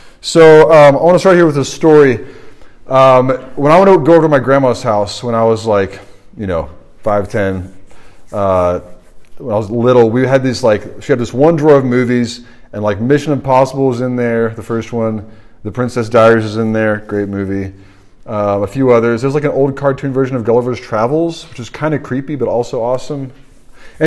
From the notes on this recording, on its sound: This sermon was preached at the RUF Large Group meeting at Washington & Lee University